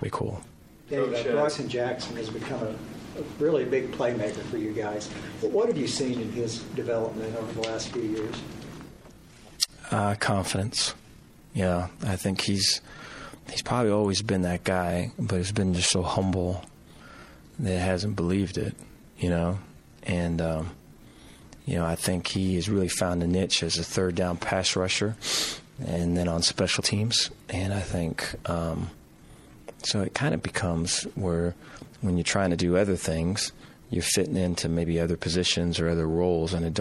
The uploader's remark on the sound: Press Conference